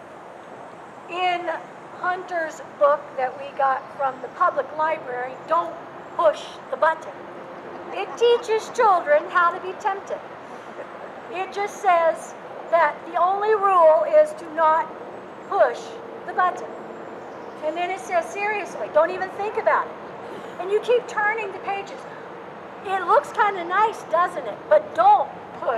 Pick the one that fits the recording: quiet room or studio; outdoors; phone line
outdoors